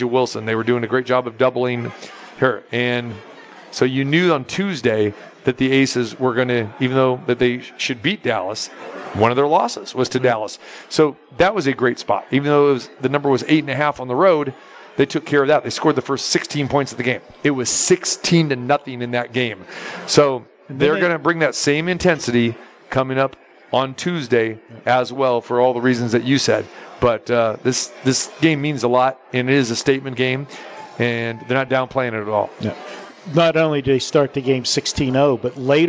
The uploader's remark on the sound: Live from the Super Book at the Westgate Las Vegas